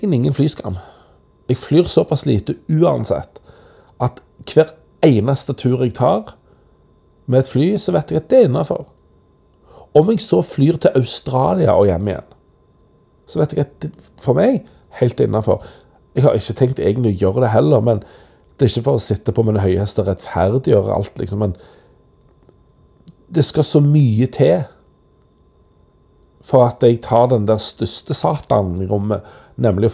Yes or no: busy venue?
no